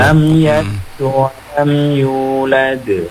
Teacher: Karena kan ada huruf dal semua itu. Nah, dal itu kol-kolah, maka harus dipantulin.